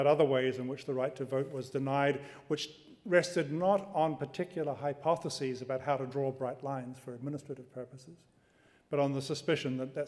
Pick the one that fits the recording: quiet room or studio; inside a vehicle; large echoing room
large echoing room